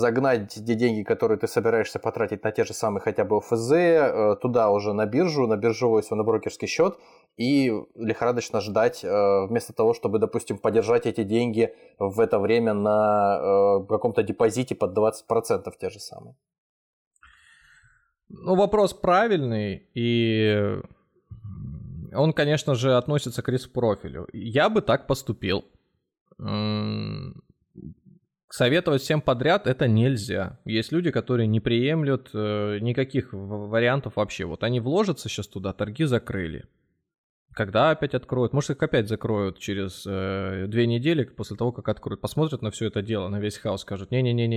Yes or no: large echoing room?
no